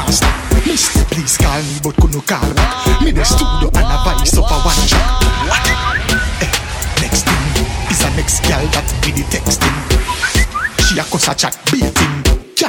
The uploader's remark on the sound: PUMPUM TUESDAY Live Audio. LIVE AT PUM PUM TUESDAY LOS ANGELES PREMIER HOT SPOT IN HOLLYWOOD.